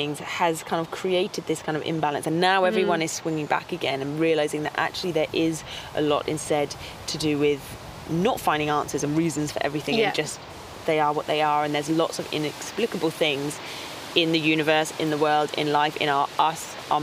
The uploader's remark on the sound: Recorded al fresco in Epping Forest